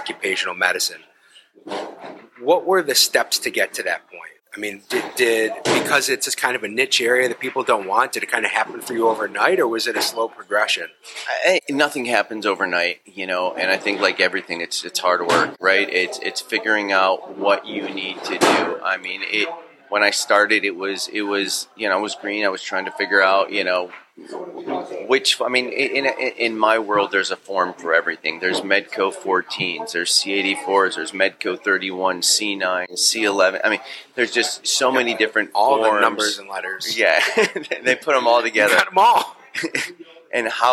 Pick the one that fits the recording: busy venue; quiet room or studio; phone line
busy venue